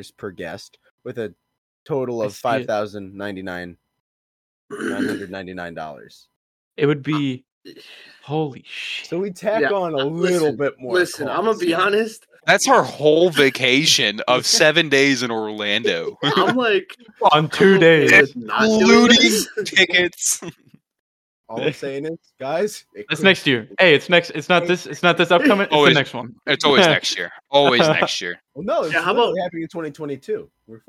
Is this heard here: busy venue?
no